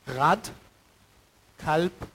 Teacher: Auslautverhärtung im Deutschen, wenn man Stimmhaftigkeit verliert, und zwar am Wortgrenze, also Wortfinal.